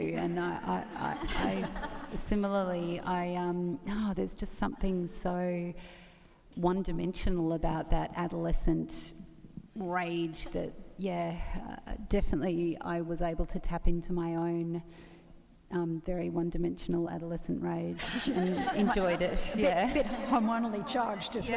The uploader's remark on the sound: Recorded at the 2017 Newcastle Writers Festival.